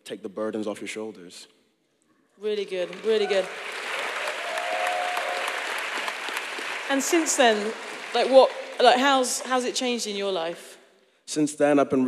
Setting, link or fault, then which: setting, live audience